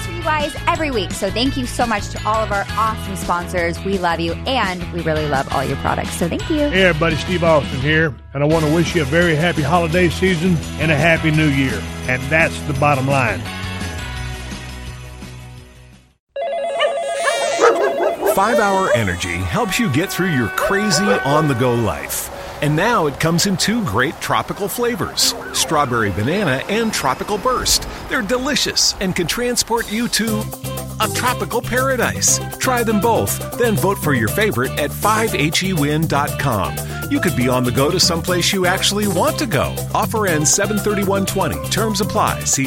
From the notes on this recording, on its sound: take your calls